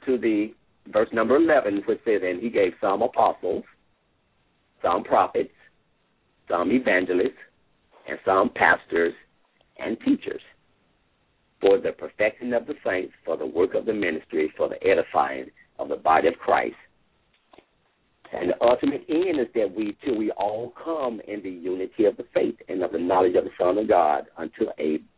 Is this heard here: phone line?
yes